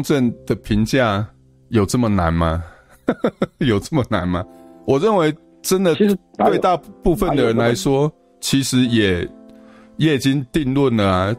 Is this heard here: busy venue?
no